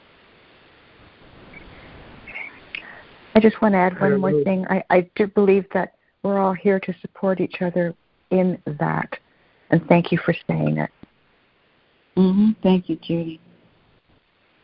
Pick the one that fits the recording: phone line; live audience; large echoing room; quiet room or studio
phone line